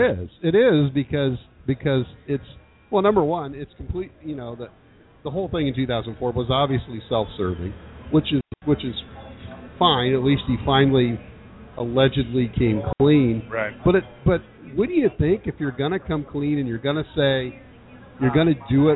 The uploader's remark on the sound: Live from Wrigley Field Bar and Grill